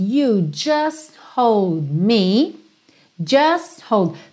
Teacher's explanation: você não ouve muito just hold, nem o T nem o D